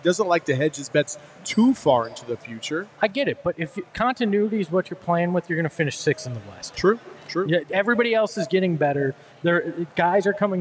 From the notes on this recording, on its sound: all LIVE at FOUR PEAKS in Tempe